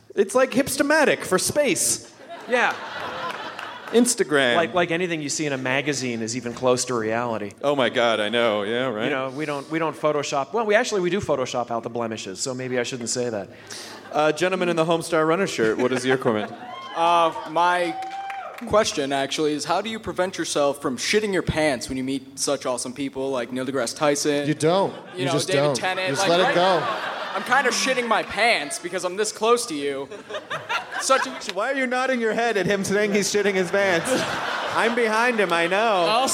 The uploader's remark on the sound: It's the Nerdist podcast live from beautiful Boulder, Colorado!